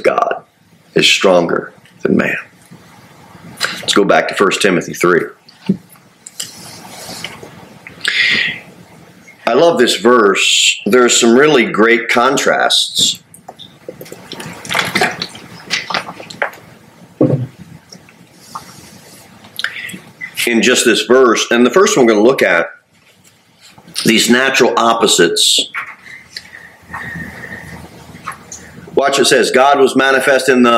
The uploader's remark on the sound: Sermon delivered at Pilgrim Baptist Church on Thursday, October 5, 2023, at 6-15 pm.